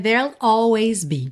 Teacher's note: Ele faz o there'll, que vai do R direto pro L